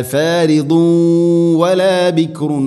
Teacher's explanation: അതോടൊപ്പം തൻവീനു ശേഷം വ എന്ന അക്ഷരം ഇവിടെയുണ്ട്, ഇദ്ഗാം ബിഗുന്ന. തൻവീനിനെ വ എന്ന അക്ഷരത്തിലേക്ക് ഇദ്ഗാം ചെയ്യണം, കൂട്ടി ലയിപ്പിച്ച് മണിച്ചുകൊണ്ട് ഉച്ചരിക്കണം.